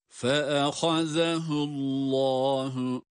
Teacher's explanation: Bakınız burada kalın, ince, peltek, med gibi özelliklerin bulunduğu iki kelime. Fe'ehaze ha kalın harf, zel peltek ve ince, değil mi? Allahu derken lafzayı celal, yani Allah lafzındaki lamda kalın okunan harftir.